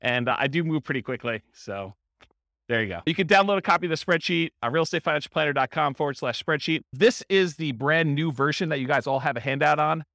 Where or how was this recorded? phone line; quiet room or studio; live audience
live audience